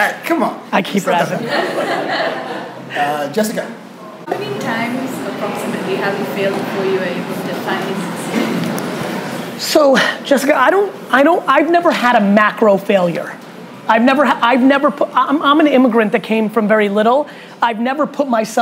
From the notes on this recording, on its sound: A FIRE Q&A With Young Entrepreneurs in Hong Kong. Large Q&A with some students & young entrepreneurs in Hong Kong.